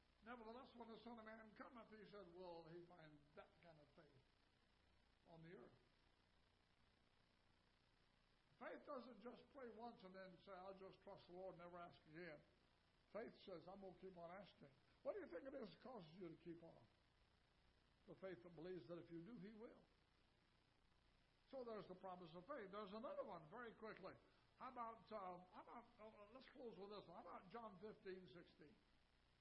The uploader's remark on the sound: Ketha Heights Baptist Church ~ Live Broadcast.